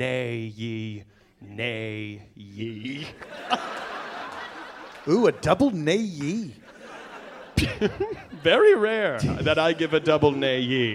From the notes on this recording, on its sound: Recorded Live at The Bumbershoot Festival in Seattle, WA.